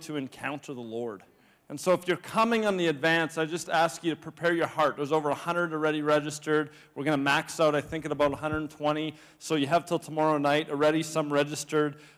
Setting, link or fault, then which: setting, large echoing room